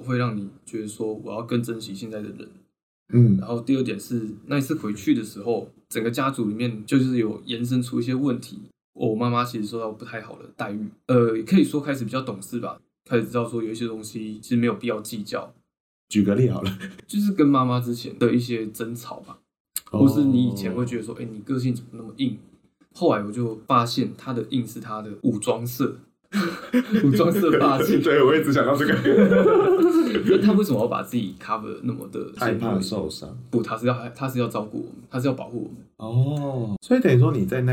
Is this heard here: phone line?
no